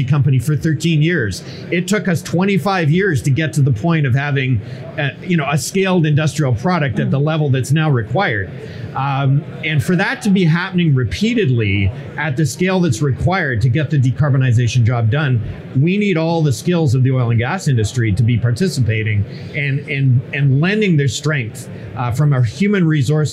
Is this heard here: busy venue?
yes